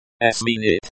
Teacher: Sminit, stress on the second syllable, means to change